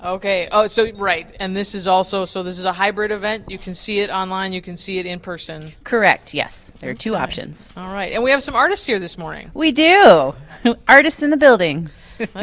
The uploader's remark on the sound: Live at RADFest 2022!